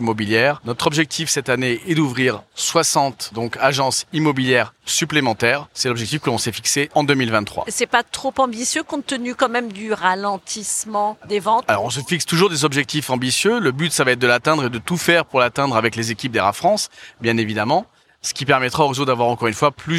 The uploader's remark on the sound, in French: Pour ce nouvel épisode de Mon Podcast Immo en live de Franchise Expo.